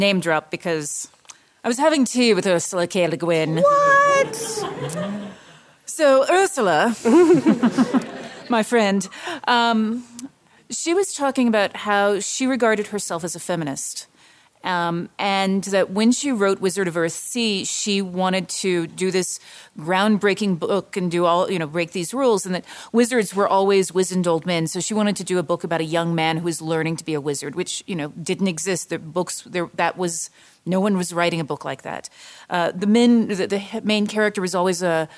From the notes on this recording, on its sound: Live-audience session. This episode was recorded live at LTUE.